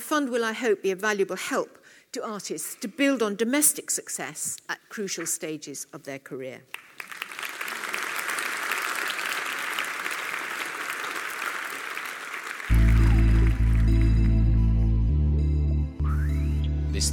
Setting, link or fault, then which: setting, live audience